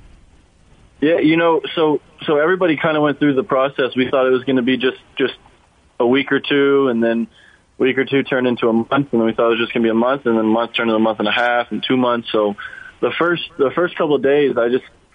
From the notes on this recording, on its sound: called in to the Mason and Ireland show